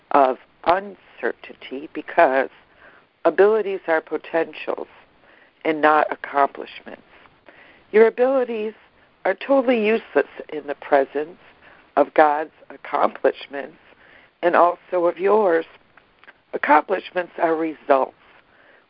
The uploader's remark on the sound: ACIM Daily Conference Call